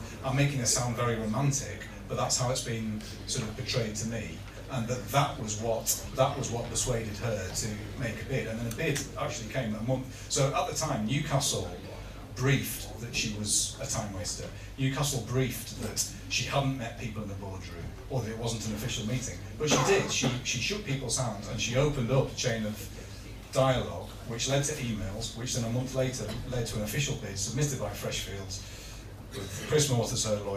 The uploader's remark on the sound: A full audio recording of the tf press forum which took place on the 1/2/18 at Tyneside Irish Centre. We are grateful to all 180 people who sold out the event.